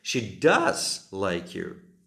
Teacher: znova som dal dôraz na to pomocné sloveso